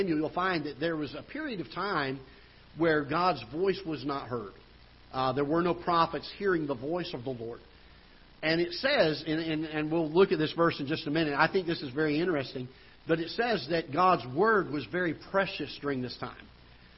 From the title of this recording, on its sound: Ketha Heights Baptist Church ~ Live Broadcast